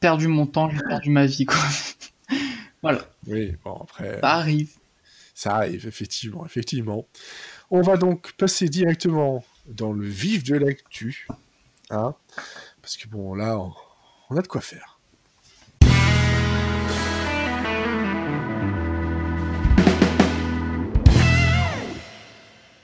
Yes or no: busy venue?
no